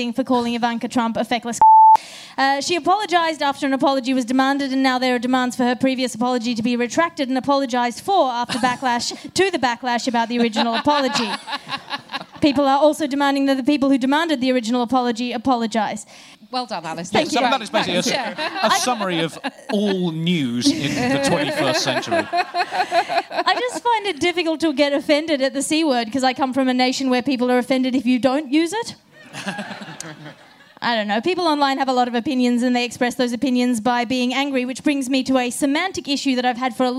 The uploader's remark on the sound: Recorded live at Underbelly Festival in London